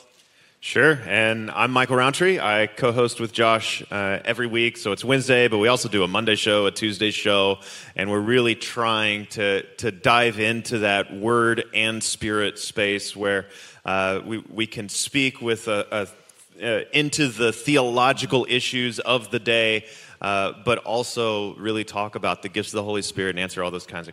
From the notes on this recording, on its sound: This panel discussion comes from our time at WoodsEdge Church at their pursuit conference. The Pursuit Conference is a pastors conference.